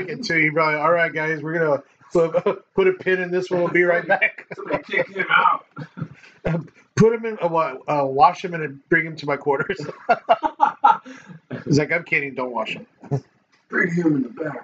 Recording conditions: poor sound quality